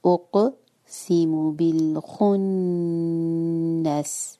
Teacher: قاف پر قلقلة اور نون پر غنة